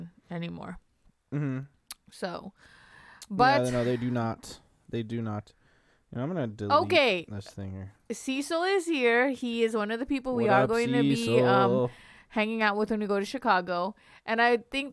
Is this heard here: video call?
no